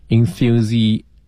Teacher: 一个是上下齿之间咬上发 th，一个是发 z 呢就是思的口型